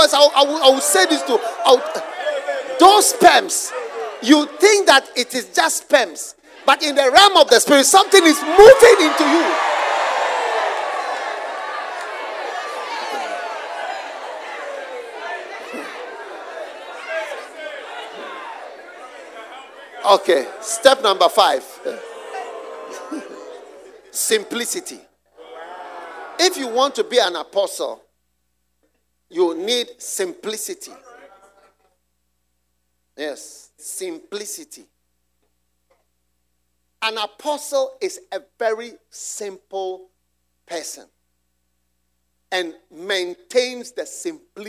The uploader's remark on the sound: Preached at the Use It or Lose It Camp, USA.